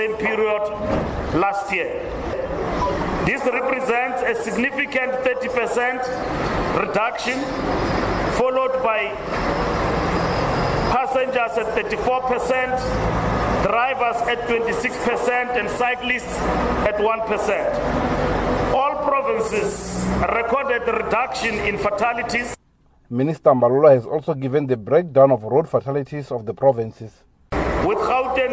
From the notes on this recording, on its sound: speaking during a media briefing at the weigh bridge on the N1 near the Beitbridge border post outside Musina in Limpopo